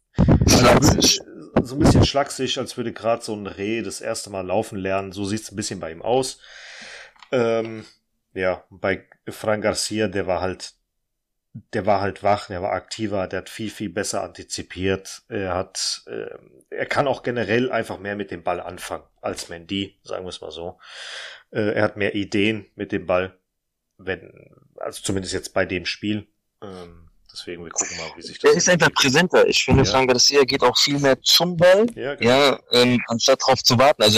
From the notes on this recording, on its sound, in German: Vorab sorry für die leichte bescheidene Tonqualität.